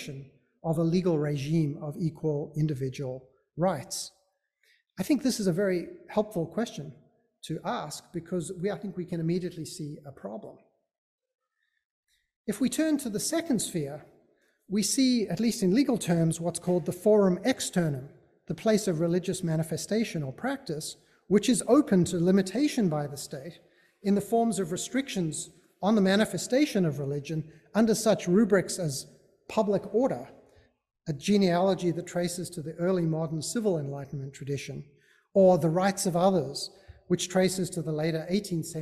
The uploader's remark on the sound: Recording of a lecture delivered on July 12, 2023. As part of the Graduate Institute Summer Lecture Series.